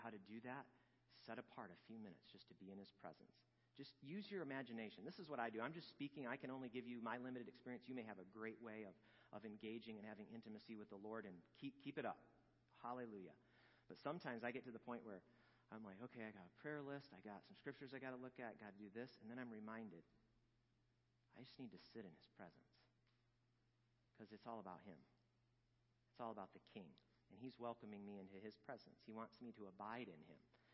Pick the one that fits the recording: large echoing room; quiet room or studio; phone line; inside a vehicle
large echoing room